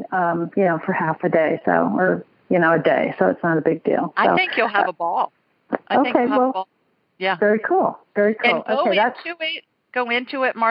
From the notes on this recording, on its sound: several callers from all over North America